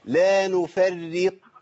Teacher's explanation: الراء عندي مشدده بالكسر فتبقى مرققه